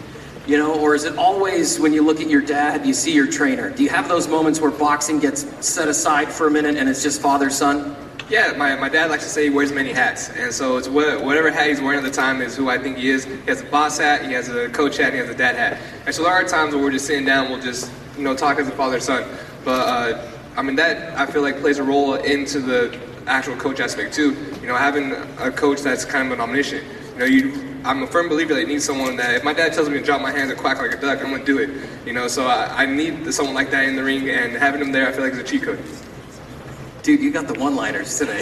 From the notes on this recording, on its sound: Final Press Conference. The Hulu Theater at Madison Square Garden on ESPN+.